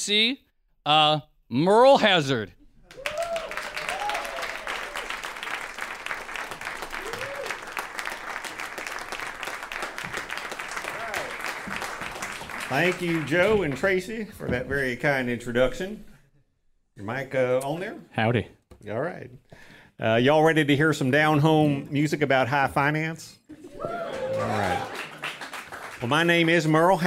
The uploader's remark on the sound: On September 19, 2019, Odd Lots hosted its first-ever live event at the WNYC Greene Space in downtown New York City.